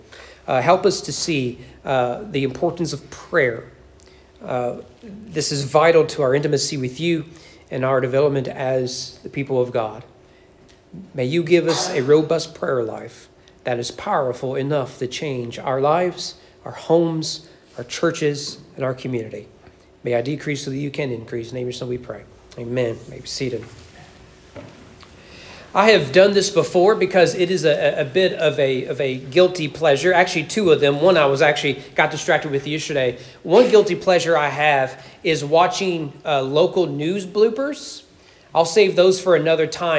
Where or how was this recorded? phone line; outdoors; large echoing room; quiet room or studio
large echoing room